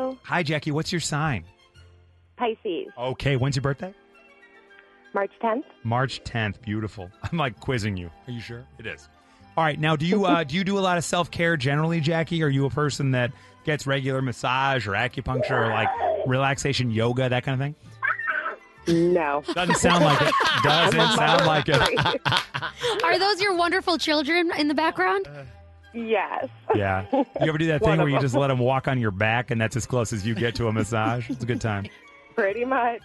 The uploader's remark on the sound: Teachers called in with the guest speakers they brought into the classroom.